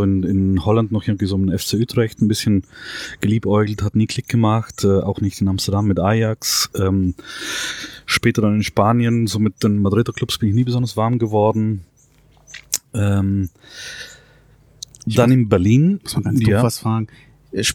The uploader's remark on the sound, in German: Open-Air in Tempelhof. Genießen die frische Luft im Garten.